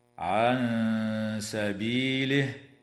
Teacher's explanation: وتخفى عند السين مع الغنة مرققة في قوله تعالى: عن سبيله.